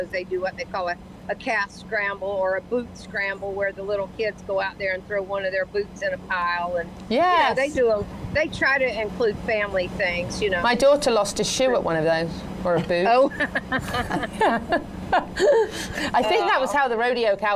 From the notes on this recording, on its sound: Live from the 36th Annual Shrine Rodeo in Ocala. She talks about barrel racing right before she competes at the show.